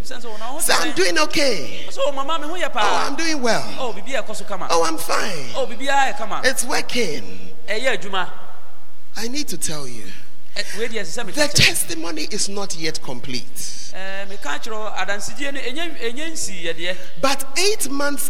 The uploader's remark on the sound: on Day 2 Evening at The Art of Evangelism Conference, CPIC-Dormaa Ahenkro